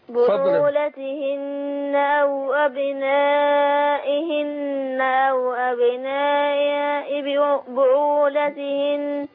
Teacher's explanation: تاخد بالك من ضم الباء وتشديد النون في الكلمات دي كلها أديها غنة حركتين